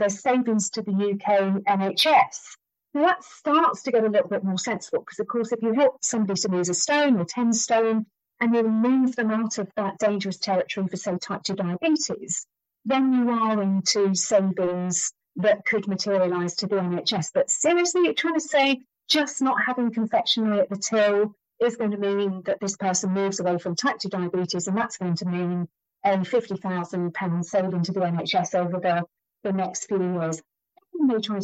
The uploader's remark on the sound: For some reason the sound quality was poor, so I’ve produced a transcript too.